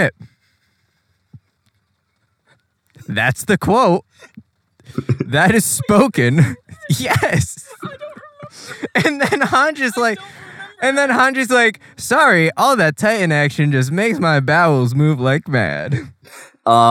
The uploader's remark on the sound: 2012 Chevrolet Volt. Please don’t ever record a podcast in your car.